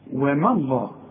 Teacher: وما الله هو لفظ الجلالة مفخم، لكن الواو والميم لابد انك ترققهم.